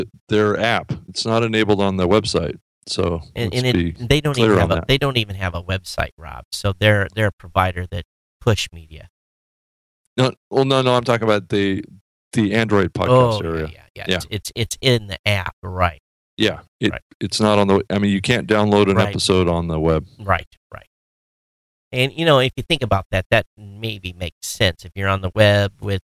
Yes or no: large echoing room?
no